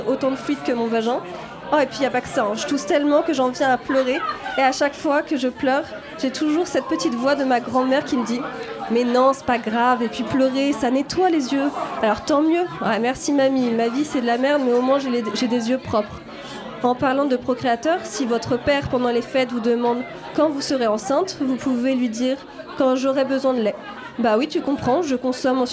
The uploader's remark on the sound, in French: en direct depuis le Barbier de Bastille